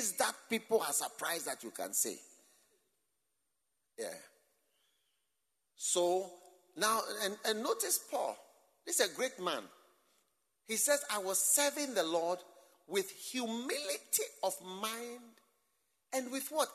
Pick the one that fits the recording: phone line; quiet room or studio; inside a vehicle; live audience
live audience